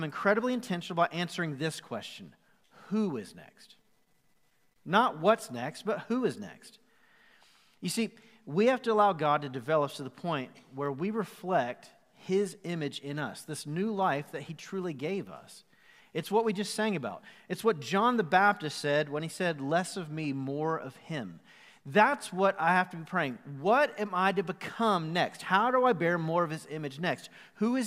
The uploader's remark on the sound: Recorded live at the Fellowship Mt Juliet campus on January 24, 2021.